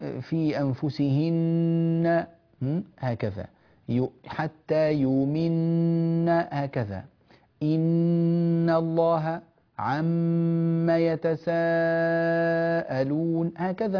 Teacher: النون والميم المشددتان حكمهما إظهار الغنة، يعني كلما أنا وجدت نونا مشددة أطيل زمن الغنة فيها، الميم المشددة أطيل زمن الغنة فيها.